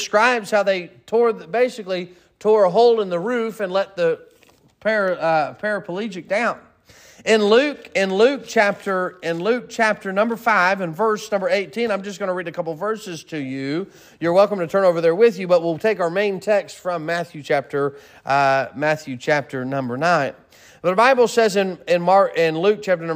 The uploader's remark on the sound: Sermon preached at Mid County Baptist Church